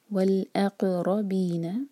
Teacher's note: سکون کے بعد را پر زور اور را ہیوی، والاقربین بالمعروف، عین پر تھوڑا سا ٹائم دیں گے تاکہ یہاں پر جھٹکا نہ آئے، اور یہاں رکیں گے تو رو چار حرکہ لمبا ہوگا مد علی سکون.